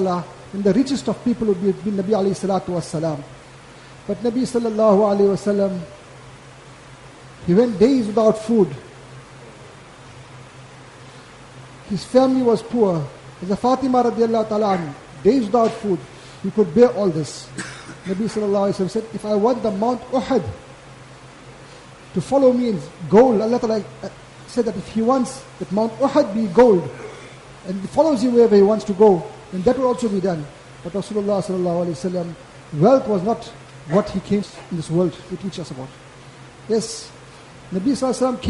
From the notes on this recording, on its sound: Jumuah lecture